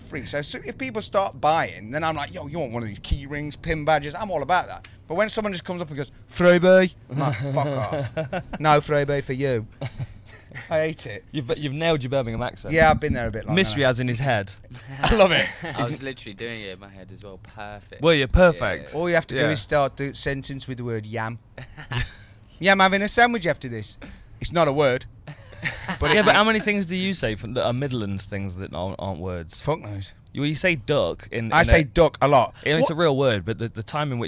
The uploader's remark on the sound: FRR enjoys its first recording outside with the birds.